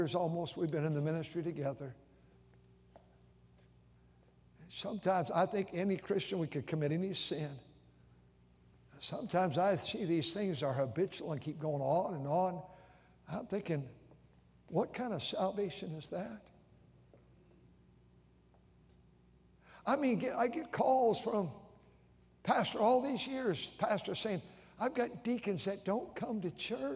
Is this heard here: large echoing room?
yes